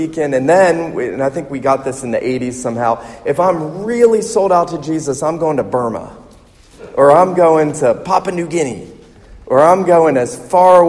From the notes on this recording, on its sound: This sermon was preached at the Surfside PCA missions conference in Myrtle Beach, SC